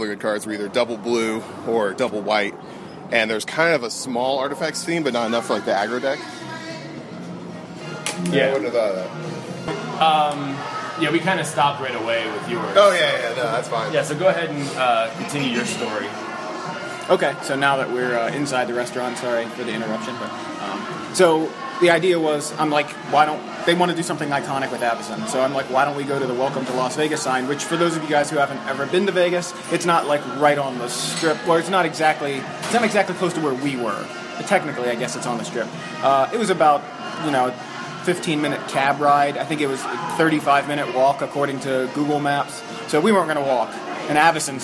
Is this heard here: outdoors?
yes